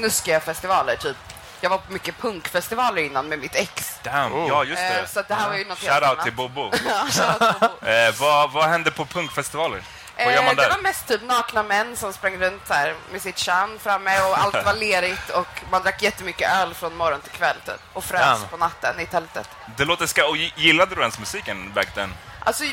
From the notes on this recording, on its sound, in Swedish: Live från Way Out West. Denna pod spelades in live på plats under Way Out West 2017.